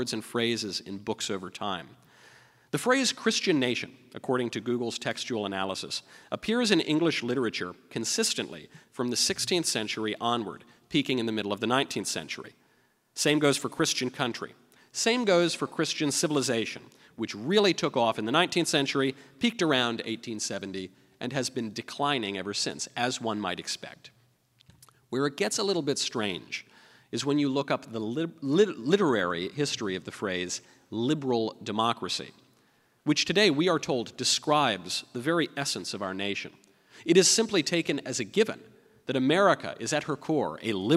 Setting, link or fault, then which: setting, live audience